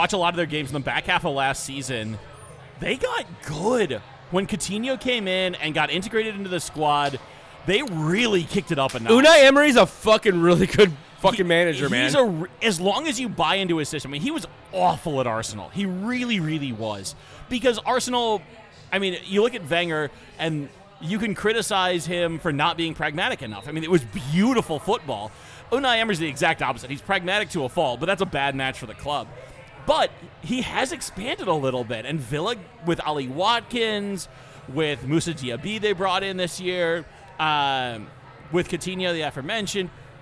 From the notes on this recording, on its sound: we recorded this in person at the Black Hart